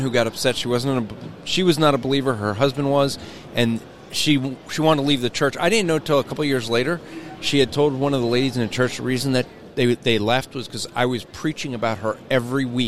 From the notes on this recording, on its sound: gets some interviews at the G3 Conference